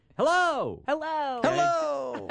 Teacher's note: if a person wants to inspire trust in others, then they will greet them with the higher note